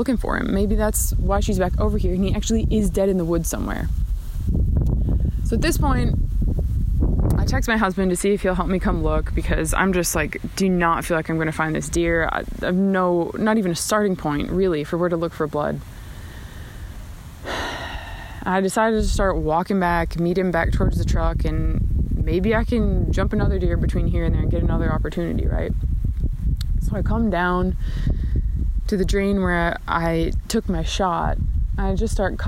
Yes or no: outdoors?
yes